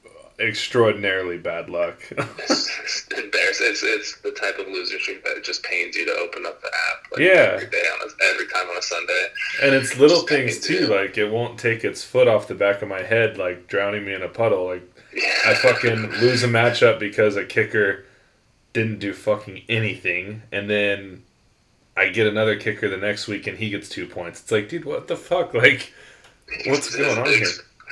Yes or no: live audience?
no